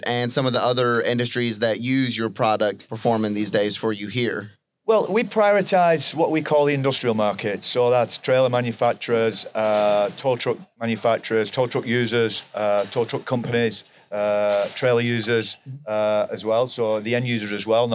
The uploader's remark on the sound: LIVE FROM NATDA